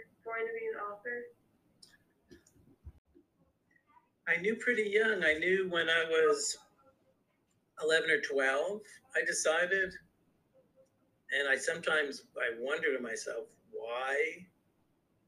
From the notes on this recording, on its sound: Listen in to their Zoom interview.